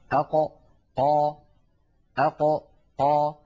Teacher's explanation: الحرف الثالث والأخير في حلقة اليوم حرف القاف. القاف كما نعلم يا إخوة من أقصى اللسان مع ما يحاذيه من الحنك الأعلى.